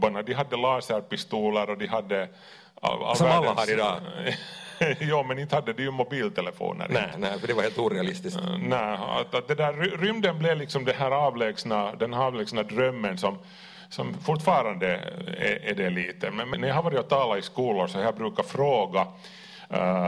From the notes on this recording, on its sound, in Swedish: Livepodd inspelad på Tölö gymnasium.